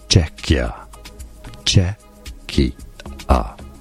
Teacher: Stress on the first syllable.